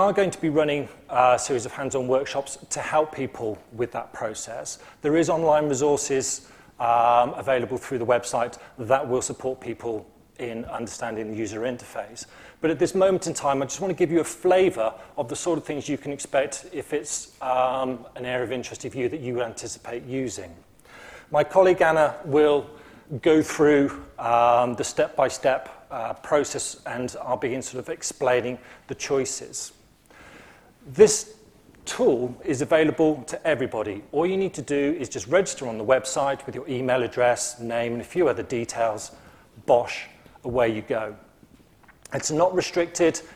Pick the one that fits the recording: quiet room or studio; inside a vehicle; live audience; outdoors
live audience